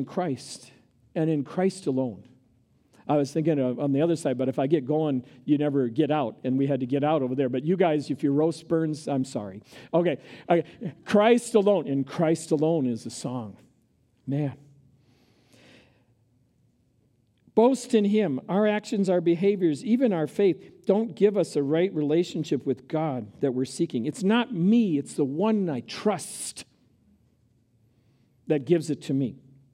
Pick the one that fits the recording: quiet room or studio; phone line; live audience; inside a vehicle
live audience